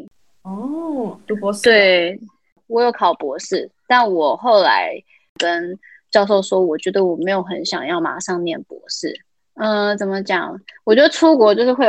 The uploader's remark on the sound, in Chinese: 因為她在美國 所以一樣是用遠距離的錄音。錄音品質沒有到很好 而且網路問題也有稍微小卡。